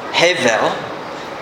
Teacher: Hevel, with the emphasis on the first syllable.